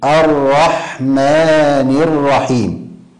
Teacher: أيضا من الأخطاء قلقلة الحاء في كلمة الرحمن، والصواب أن يسكن القارئ الحاء ويعطيها صفة الهمس